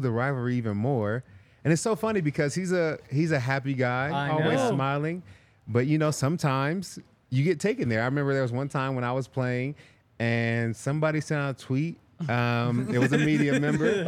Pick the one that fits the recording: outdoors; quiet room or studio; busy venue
busy venue